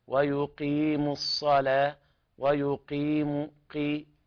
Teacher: أقل مرتبة في التفخيم الحرف القاف